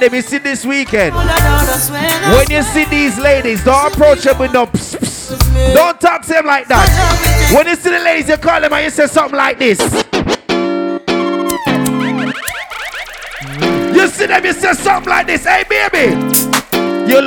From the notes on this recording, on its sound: Live At Soca Mazza Grand Canaria Pyjama Lingerie Party. We Got The 2nd To Last Set Of The Event And Went With The Flow.